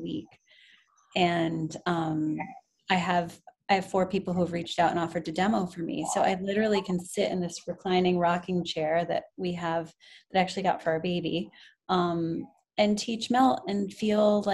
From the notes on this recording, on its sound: We recorded this podcast over zoom a few months ago.